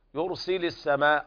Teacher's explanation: الراء هنا مفخمة لأنها ساكنة وقبلها ضم، يرسل السماء هذا مد واجب متصل لا يجوز قصره بحال